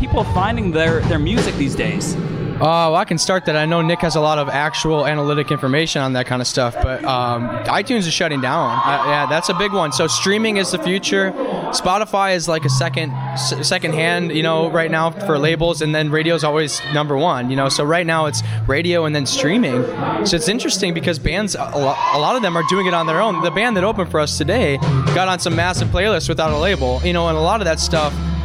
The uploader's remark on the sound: backstage after their show at Chicago&#8217;s famed Subterranean